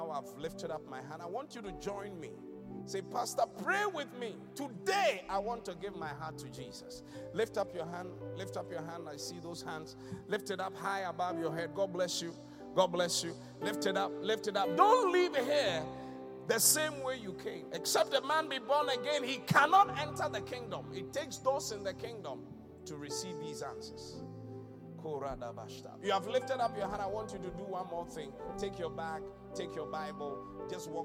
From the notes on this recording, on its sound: Thanksgiving Service ( Inspiration Service ). Preached at the Qodesh.